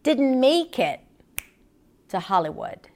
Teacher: going all the way down in her pitch on the word Hollywood.